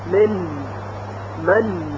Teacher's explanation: طرف اللسان که میدانید سر زبان هست به لثه دندانهای ثنایای بالا برخورد میکنه و حرف نون تلفظ میشه · Term: نون اظهار